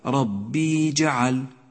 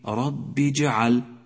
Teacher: الباء مكسورة في كلمة ربي، فلا تبالغ في لفظها حتى لا تنقلب إلى ياء · Shown in: second take · هكذا ربي جعل، ولكن ربي جعل، أي التزم بما هو مكتوب ولا تبالغ في الأداء.